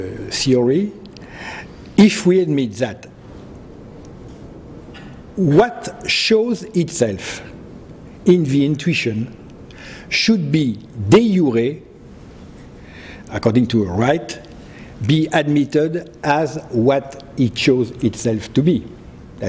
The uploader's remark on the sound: He delivered this lecture on November 10, 2010 at the University of Chicago's Swift Hall.